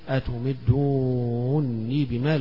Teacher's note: بالمد الطويل فيها والإدغام